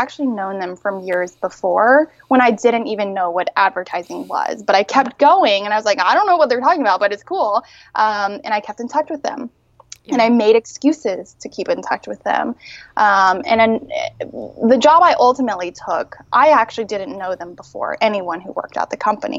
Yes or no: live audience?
no